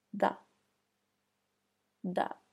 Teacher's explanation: To make sure you are pronouncing the voiced TH sound correctly, place your fingers on your throat. You will be able to feel a vibration as you are saying the TH sound.